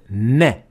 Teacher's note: First, you need to place your tip of the tongue at the alveolar ridge. Second, you will let air escape through your nasal cavity or nostrils. So these are the two characteristics of pronouncing the noon: a tongue placement and air coming out of your nostrils.